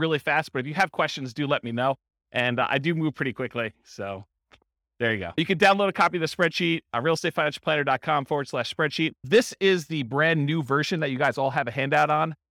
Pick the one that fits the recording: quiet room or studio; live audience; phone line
live audience